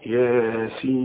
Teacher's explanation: انت مش لاحظت ان انا مديت الياء حركتين فقط والسين ستة